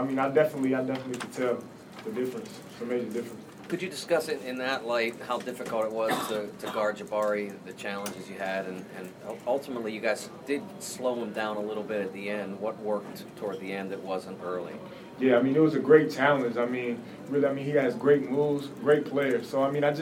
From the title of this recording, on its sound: Press Conferences & Post-Game Interviews